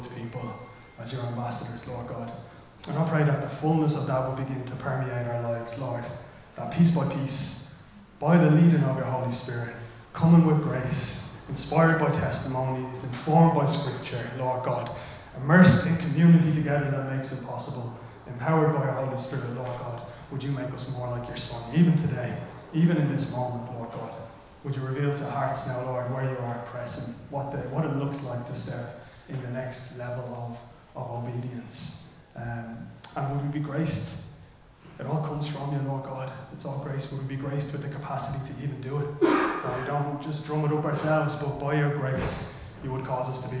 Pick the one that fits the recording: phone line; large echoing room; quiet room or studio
large echoing room